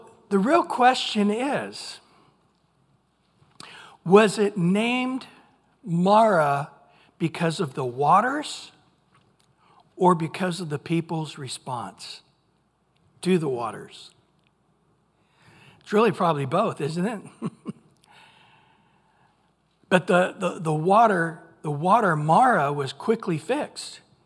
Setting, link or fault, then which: setting, large echoing room